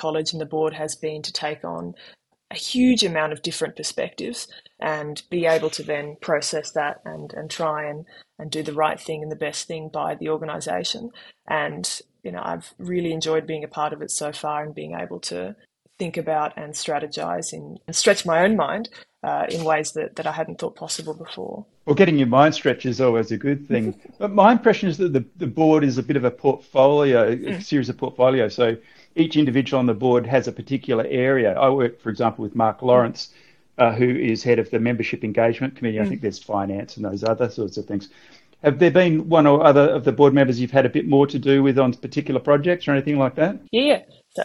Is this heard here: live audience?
no